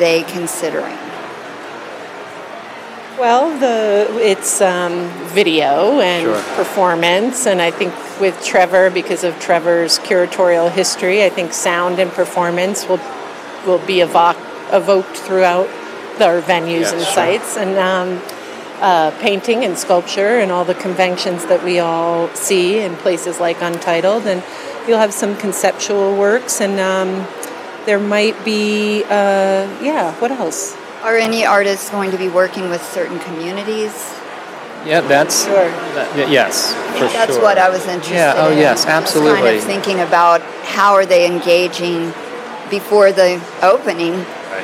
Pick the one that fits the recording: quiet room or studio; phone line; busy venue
busy venue